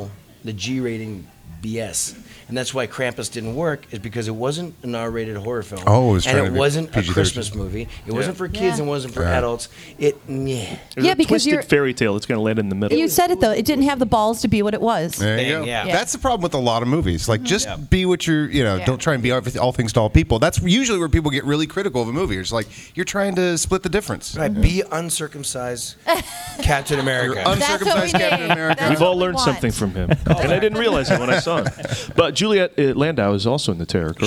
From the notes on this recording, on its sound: Live From Whedonopolis. The all-things-Joss-Whedon fan convention in Los Angeles.